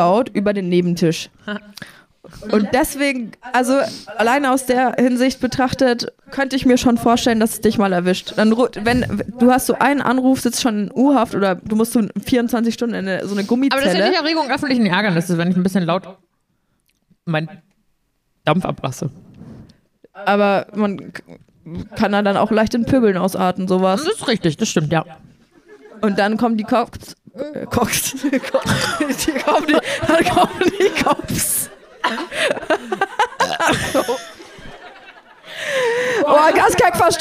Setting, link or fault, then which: setting, live audience